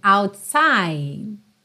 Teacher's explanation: Você não tem a pronúncia do E final e o próprio D quase não aparece